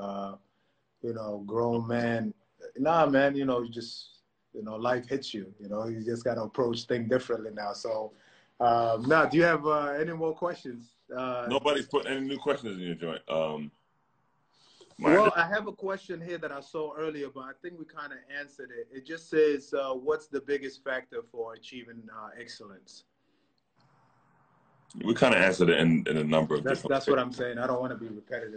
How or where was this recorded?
video call